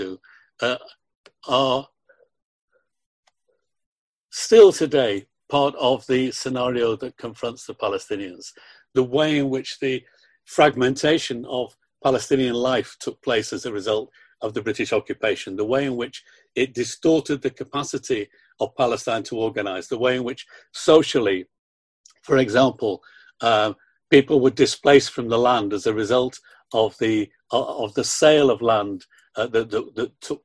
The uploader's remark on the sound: We would like to thank our colleagues in the Palestine Solidarity Campaign in England and Wales for granting us permission to use the audio of this webinar which was organised by them.